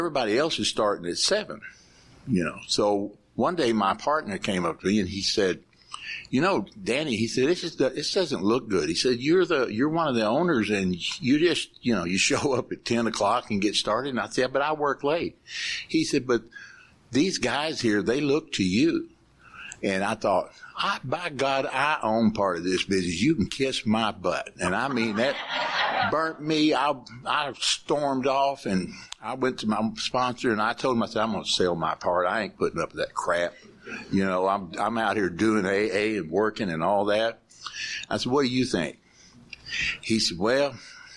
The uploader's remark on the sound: This was recorded at the 25th Mouth of the Brazos Conference held in Lake Jackson Texas in 2021.